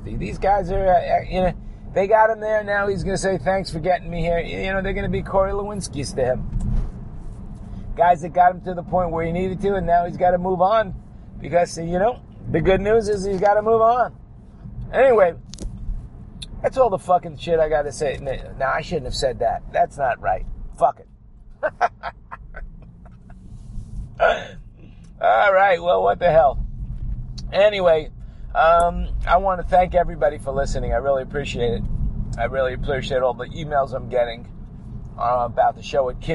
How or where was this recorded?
inside a vehicle